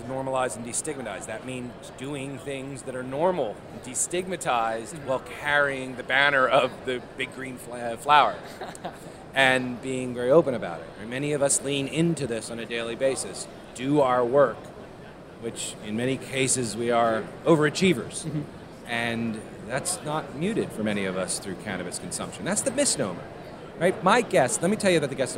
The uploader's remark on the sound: Quick note, this interview was recorded on the floor of the sprawling and super impressive Las Vegas Convention Center during MJBizCon 2022, so some parts may sound slightly scratchy.